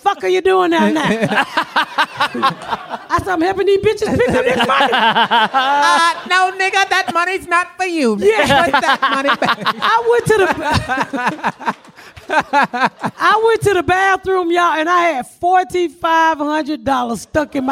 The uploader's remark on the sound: We are live at San Francisco Sketchfest